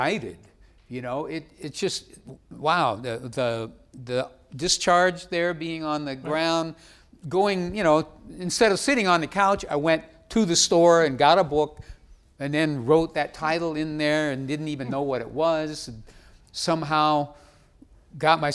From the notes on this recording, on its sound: Recorded October 6, 2015 in front of a live audience at New York's 92nd Street Y.